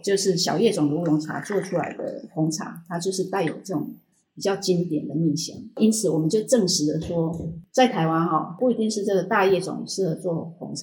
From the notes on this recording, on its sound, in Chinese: 干脆在品牌工作室里架起手机录起节目。因室内环境问题，音质欠佳。